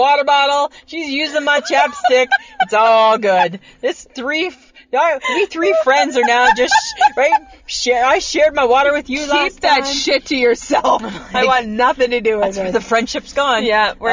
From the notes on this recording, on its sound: end up recording in a different Safeway parking lot